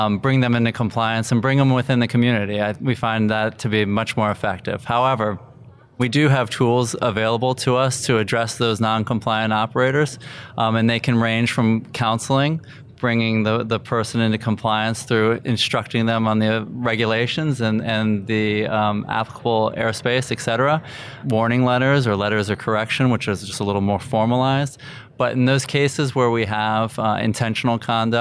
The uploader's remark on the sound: Live from the 2019 FAA UAS Symposium